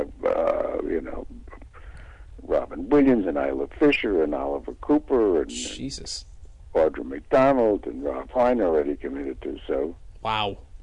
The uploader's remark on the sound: By phone from New York. Comedy on Vinyl is recorded at Fort Awesome Studios in beautiful downtown Burbank.